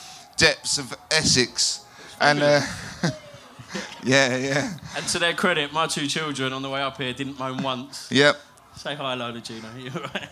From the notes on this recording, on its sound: This week we have our live episode recorded at Camp Bestival!